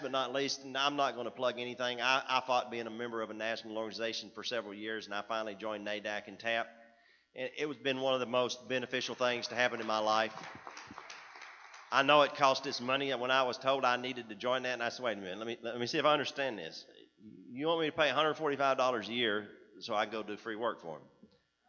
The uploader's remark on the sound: From the TAAP 2015 State Conference on Addiction Studies. At the 2015 TAAP Conference on Addiction Studies in San Antonio, TX in August 2015.